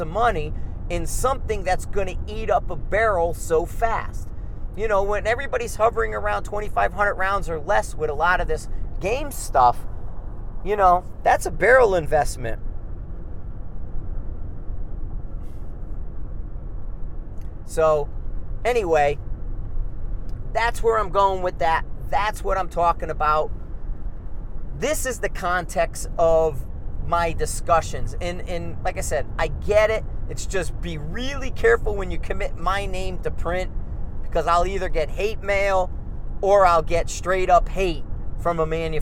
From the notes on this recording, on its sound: Car Trip Context Discussion. In the car on the way home from the range so I decided to drop a podcast.